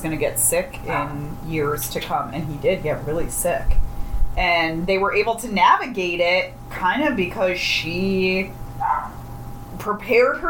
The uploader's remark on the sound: sit in the patio with really bad audio